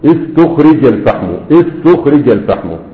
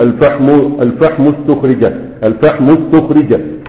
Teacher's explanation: وهتضم طبعا همزة الوصل إيه عند بدء النطق، أما عندما تكون في الدرج مش هتظهر